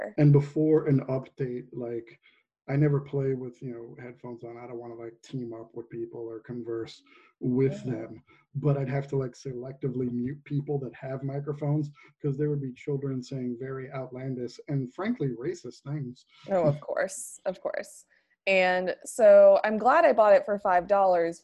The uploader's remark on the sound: record online